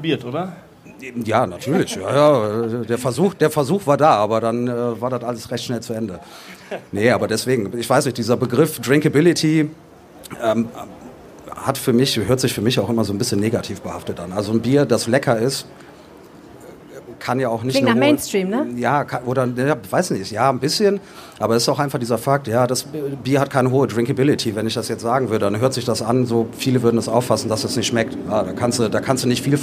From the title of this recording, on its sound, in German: Live am Stadtstrand